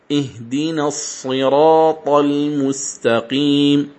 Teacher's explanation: بدليل أن ورش رقق كلمة المعصرات. إذن فتقول سبب التفخيم للراء في كلمة الصراط هو وجود الطاء بعد · Term: تفخيم الراء